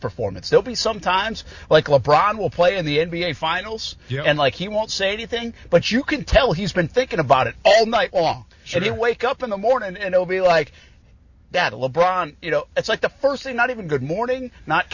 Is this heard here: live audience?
no